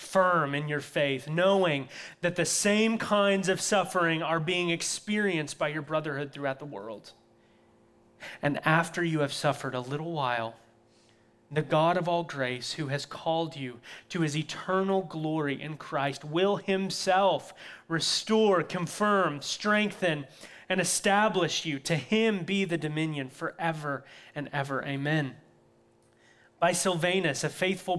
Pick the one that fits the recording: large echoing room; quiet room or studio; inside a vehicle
large echoing room